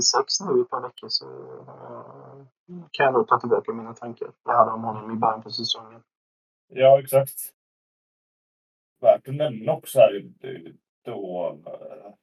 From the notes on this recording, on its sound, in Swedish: Ljudkvalitén blev tyvärr inte den bästa